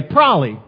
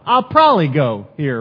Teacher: Some of us, we skip a syllable in this word and we say probably. And some of us altogether just throw out the B's and we say probably